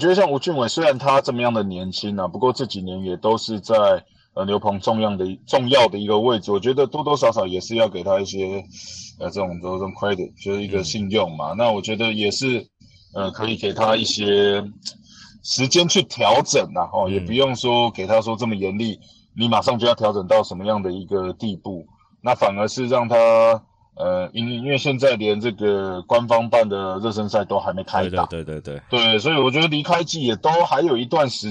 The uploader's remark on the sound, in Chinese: 在車上錄音 音質有些狀況 請大家見諒